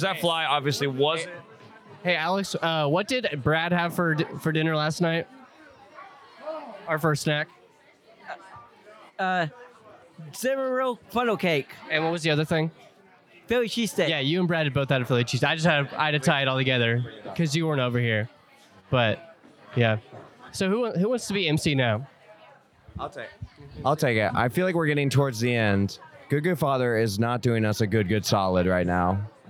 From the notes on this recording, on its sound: live from Wheat State Camp